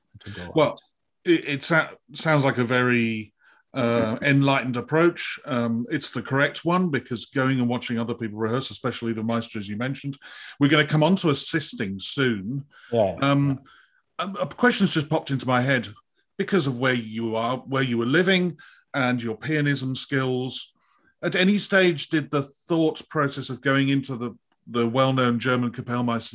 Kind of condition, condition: link, video call